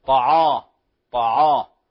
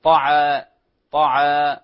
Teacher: العين مرققة، الطاء مفخمة · Shown in: second take